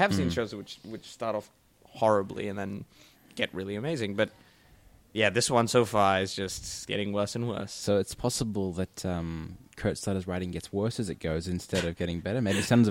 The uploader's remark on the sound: Recorded live at the Brunswick Street Bookstore.